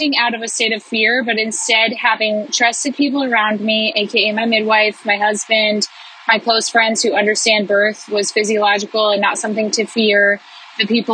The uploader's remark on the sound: I recorded this as I felt the Spirit stirring in me on a drive home one day. The audio quality on this one is rough because I was in the car.